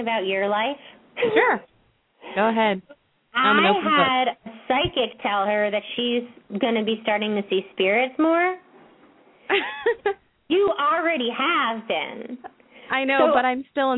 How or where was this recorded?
phone line